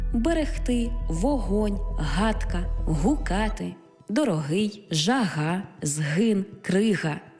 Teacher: Буква «Г» передає на письмі глотковий щілинний приголосний